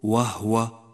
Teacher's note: سقطت من النطق ضمة حرف الهاء من غير أن يشعر، قل وهو وليس وهو.